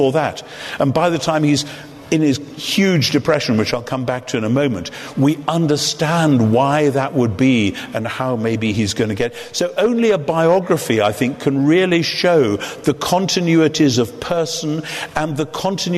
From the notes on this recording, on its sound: In front of an audience at Westminster Central Hall, London. The lecture was part of an event by SPCK.